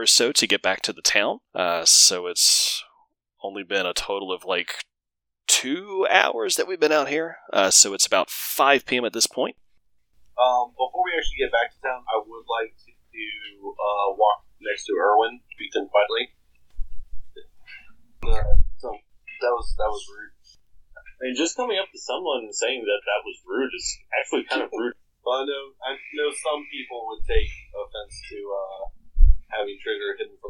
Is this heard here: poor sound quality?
yes